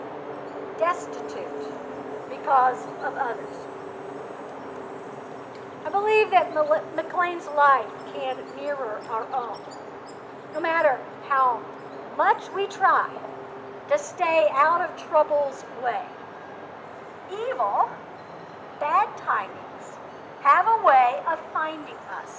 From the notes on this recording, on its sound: In these Covid-careful days, this service was held outside. Coming to you from Old South Presbyterian Church in Newburyport, MA.